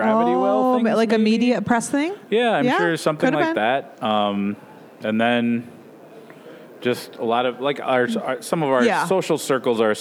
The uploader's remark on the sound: All this was recorded in the friendly confines of Town Hall Brewery in Minneapolis.